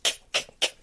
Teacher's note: nice guttural explosive, you know, where the tongue hits the palate and bounces off again really quickly